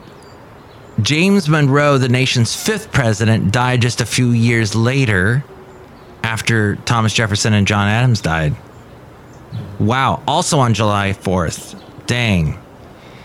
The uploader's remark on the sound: Podcasts live from Cafe Anyway.